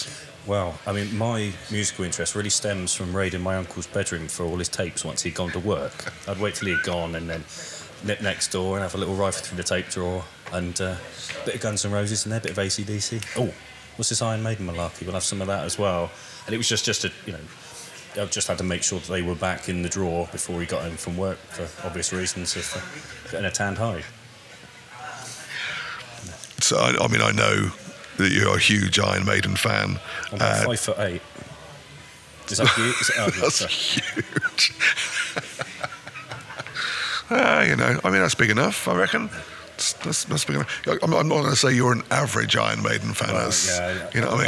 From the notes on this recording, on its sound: Recorded at Wilton Live 2 on 27th Jan 2024